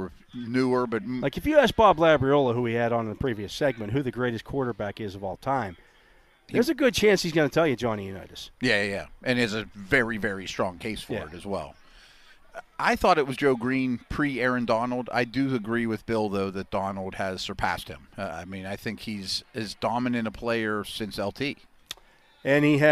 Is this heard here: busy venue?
yes